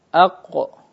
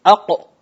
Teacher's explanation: Aqsal lisan ma'a al-hanakil lahmi. Huruf qaf tempat keluarnya dari pangkal lidah, bertemu dengan langit-langit lunak. · Shown in: first take · Term: makhraj huruf qaf